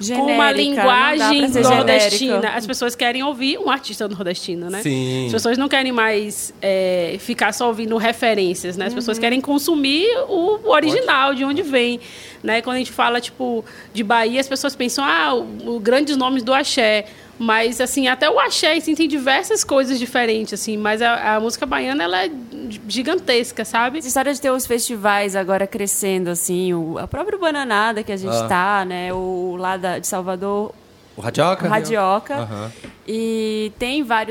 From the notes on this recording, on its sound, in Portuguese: Gravado ao vivo na Festa VHS.